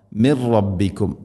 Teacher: അതുപോലെ തന്നെ മിൻ റബ്ബിക്കും, സാക്കിന നൂനിന് ശേഷം റാ, നൂനിനെ റായിലേക്ക് കൂട്ടി ലയിപ്പിച്ച് മണിക്കാതെ ഉച്ചരിക്കണം.